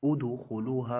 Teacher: هناك همزة واصل نبدأ بها بالضم